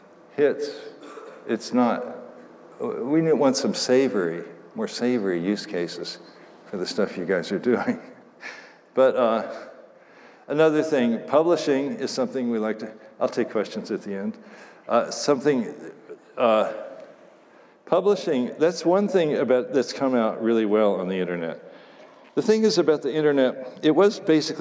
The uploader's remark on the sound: Talk at the IOHK Summit conference in Miami Beach.